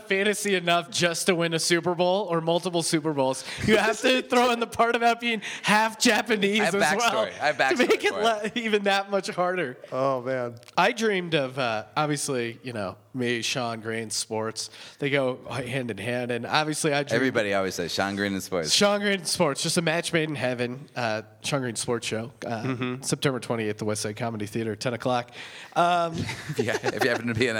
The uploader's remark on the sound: Another Life Podcast Live From The Big Pine Comedy Festival. Live from The Big Pine Comedy Festival in Flagstaff, AZ.